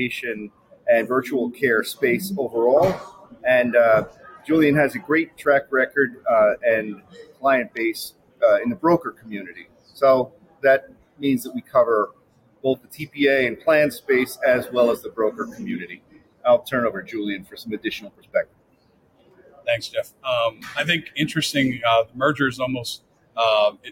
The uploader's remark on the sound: Live at the SIIA 2022 Engage Conference